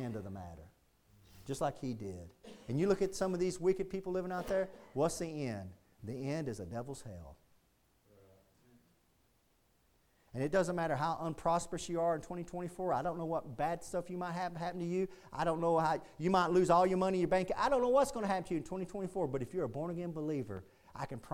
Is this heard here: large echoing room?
yes